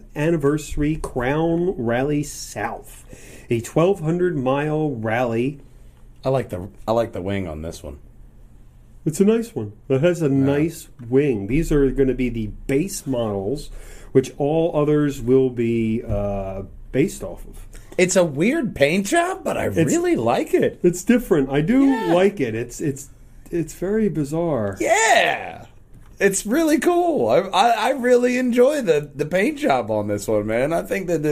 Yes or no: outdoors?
no